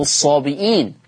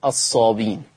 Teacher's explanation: عند حفص عن عاصم تقرأ بالإثبات كنحو الصابئين وعند ورش عن نافع تقرأ بالحذف